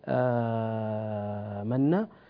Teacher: يقرأ إما بالقصر آمنا، أو بالتوسط آمنا، أو بالمد الطويل 6 حركات آمنا · Term: مد بدل